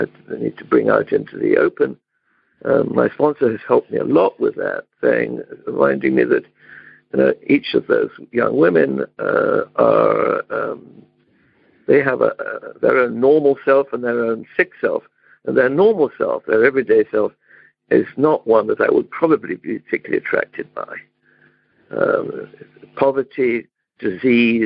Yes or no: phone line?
yes